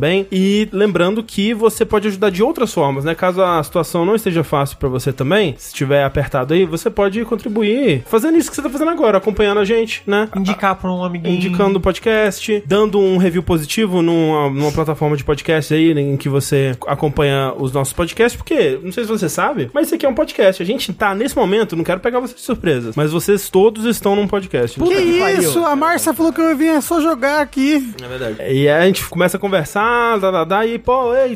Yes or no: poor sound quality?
no